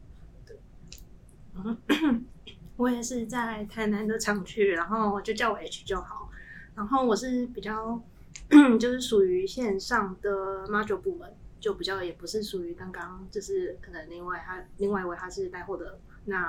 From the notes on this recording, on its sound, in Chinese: 四人會談要找場地真麻煩，希望有錢後可以大幅升級收音設備及場地。